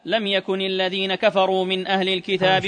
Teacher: شوف عندك لم يكن، هذا الكسر في على النون هذا جاء لسبب، يعني هذه العلامة النون، هذه العلامة ليست أصلية، كسر النون لسبب وهو إيش؟ تخلصا من التقاء الساكنين